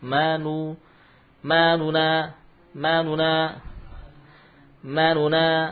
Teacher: Tapi nunnya tidak sempurna 1 harakat · Term: ikhtilas